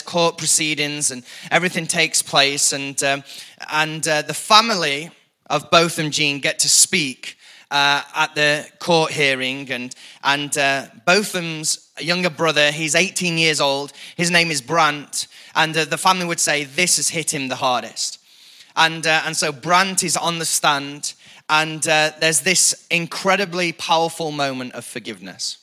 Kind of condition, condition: setting, large echoing room